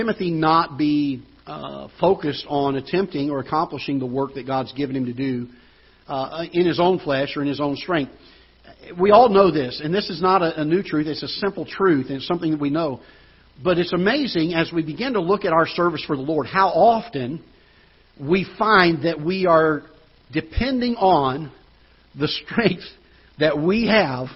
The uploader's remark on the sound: Ketha Heights Baptist Church ~ Live Broadcast